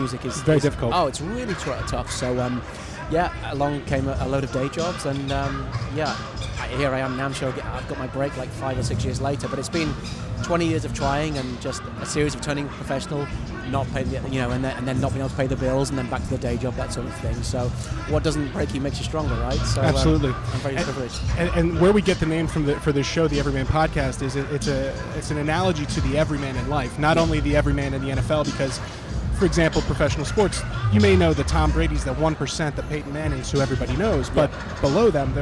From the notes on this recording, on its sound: live from NAMM 2020